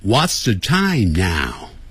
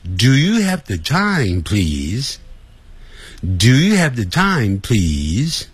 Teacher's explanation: Yes, no 问句，那个问句声音要上扬哦。 · Shown in: second take